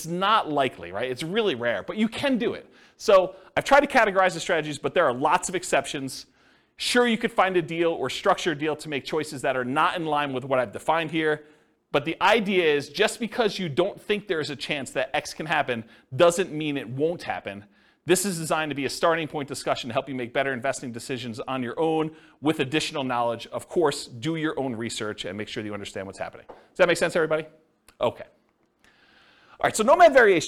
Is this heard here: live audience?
yes